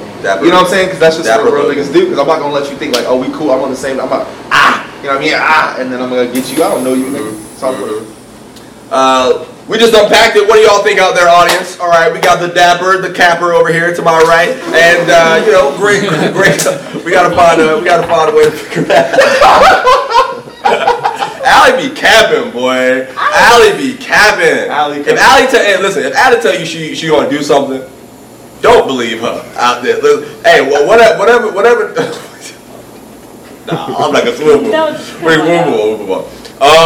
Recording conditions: poor sound quality